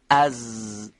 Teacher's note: اینو میگیم سایشی، یعنی صداش قد نمیشه، تارهای صوتی هم به ارتعاش در میاد